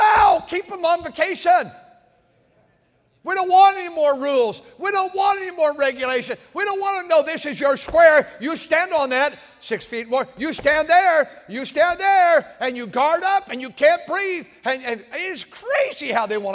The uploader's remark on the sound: During the Sunday Morning service on December 24, 2023, at North Valley Baptist Church in Santa Clara, California.